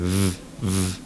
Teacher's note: Pronunciando la V, que es la V en castellano, pronunciada bien, hay que pronunciarla fricativa, es decir, haciendo el sonido este V